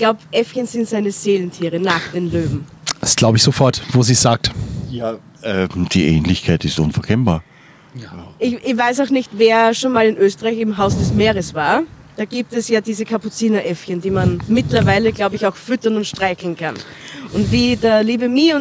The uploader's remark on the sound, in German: Schnappen sich das "Yellowtech iXm Podcaster" Mikrofon und holen sich tolle GästInnen für die Aufnahme. Diese finden sie auf dem ersten Podfluencer Festival in Neu Ulm.